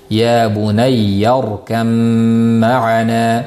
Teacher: Bu yerda demak to'laligicha sifati bilan ham mahraji bilan ham mimga o'tib ketadi · Term: idg'om komil